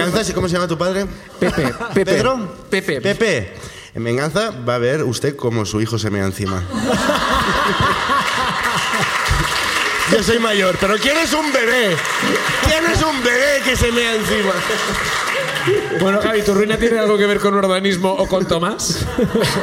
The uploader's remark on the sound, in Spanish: El público de Barcelona comparte sus ruinas